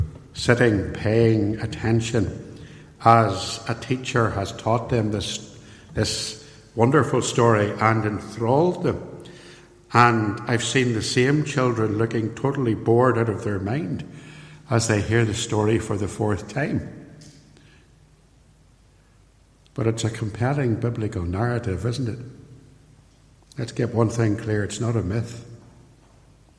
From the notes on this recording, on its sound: Recorded at Templepatrick Reformed Church and used with their permission.